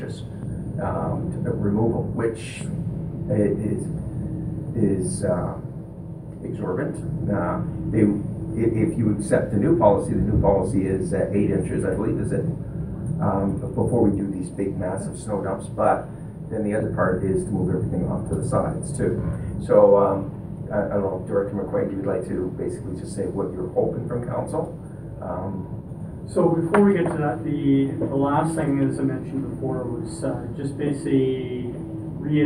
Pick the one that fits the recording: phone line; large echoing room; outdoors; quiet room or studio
large echoing room